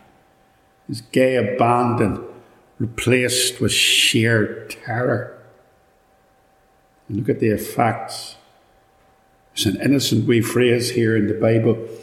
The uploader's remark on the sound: Recorded at Ballymacashon - so apologies for the echo!